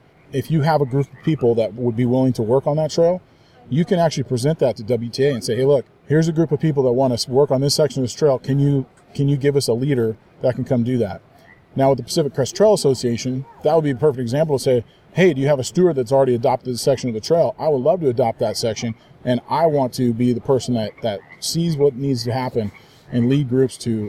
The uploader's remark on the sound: Today on the First 40 Miles, we’re on site at Heather Lake in Washington State